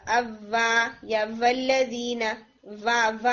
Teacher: جیسے بعض اوقات اسٹوڈینٹس اس کو डब्ल्यू के अलावा वी की साउंड देते हैं, यानी लिप्स का सर्कल बनाने की बजाय वी की आवाज देते हैं, यानी अव्वा या वल्लदीना, वा वा आवाज आ रही होती है, वा नहीं, वा वा सर्कल से।